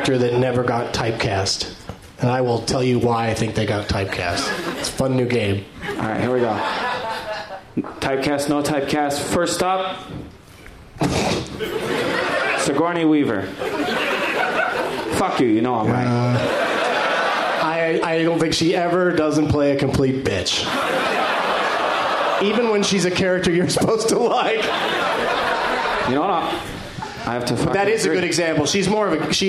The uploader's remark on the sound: Live from Cap City Comedy Club in Austin.